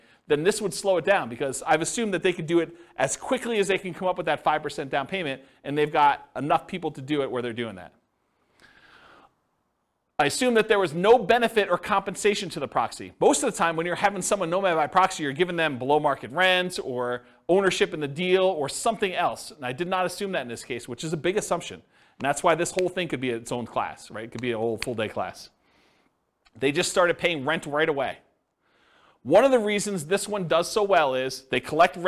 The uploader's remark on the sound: This was a live class recorded. The live in-person version.